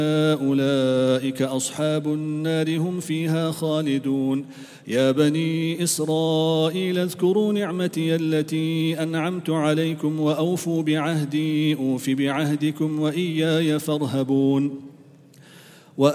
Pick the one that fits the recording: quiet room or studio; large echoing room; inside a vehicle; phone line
large echoing room